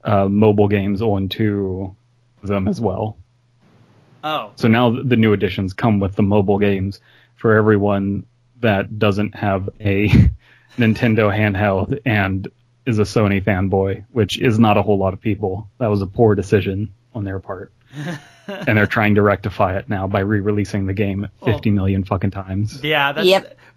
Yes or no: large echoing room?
no